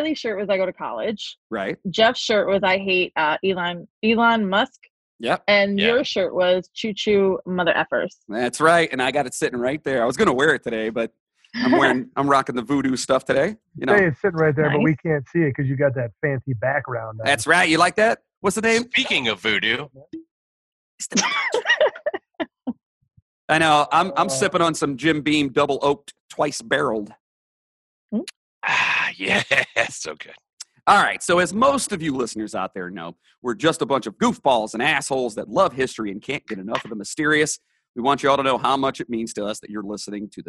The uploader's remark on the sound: We're using Zoom, so we apologize for the audio quality but we're making due in this damn quarantine.